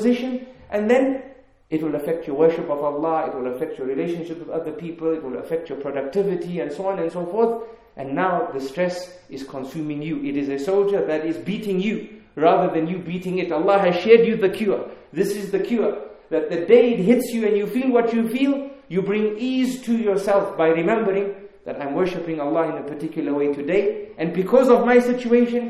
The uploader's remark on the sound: In this Lecture conducted at the Kensington Prayer Facility in Harare, Zimbabwe